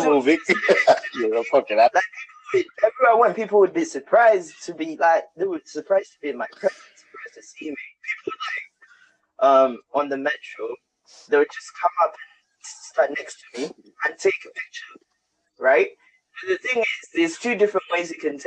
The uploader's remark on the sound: BE AWARE OF SOUND ISSUES.